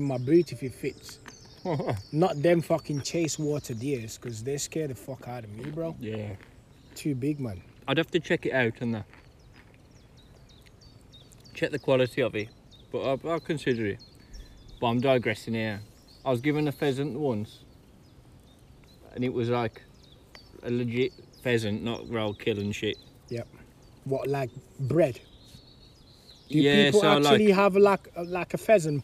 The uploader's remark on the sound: Their first non-Skype podcast, brought to you live from the Wilderness including an interaction with at canal pirate.